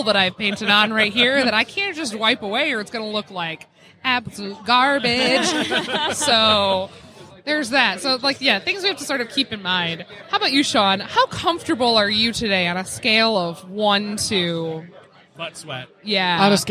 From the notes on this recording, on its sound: live on the con floor at Astronomicon